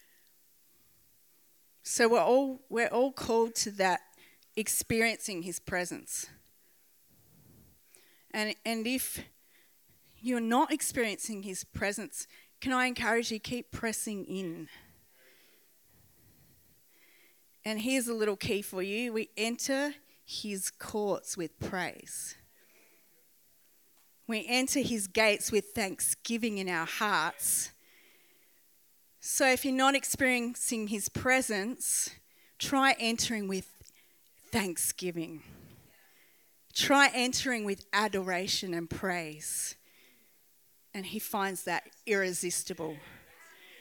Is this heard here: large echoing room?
yes